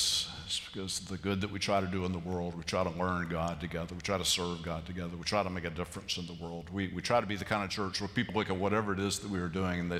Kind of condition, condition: setting, large echoing room